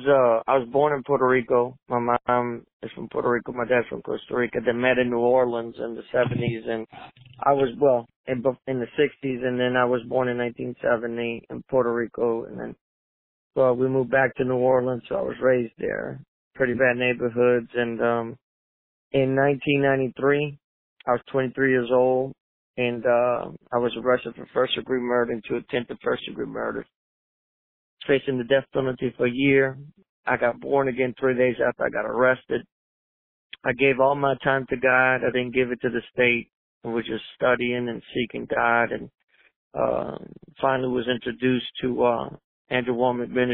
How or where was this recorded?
phone line